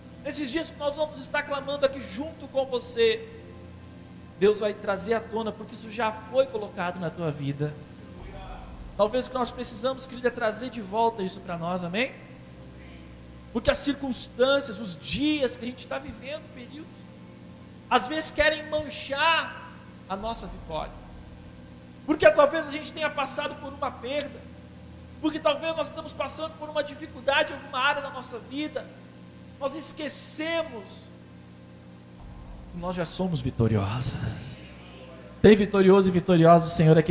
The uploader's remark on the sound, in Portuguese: Esta mensagem foi gravada na Quadrangular Liberdade no dia 26 de abril durante o culto de Celebração.